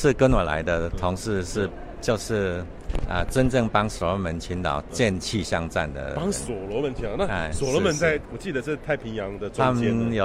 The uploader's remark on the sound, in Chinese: 西班牙馬德里 COP25 現場